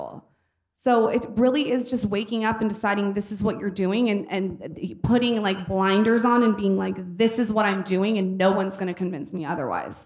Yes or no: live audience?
yes